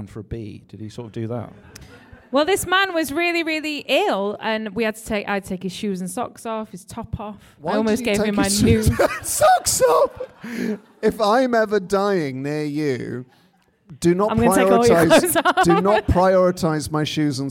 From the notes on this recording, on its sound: Having live music at The Moon Under Water has always been a point of contention with our guests. Our final live episode.